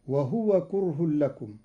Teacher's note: قرأ قالون كلمة وهو بإسكان الهاء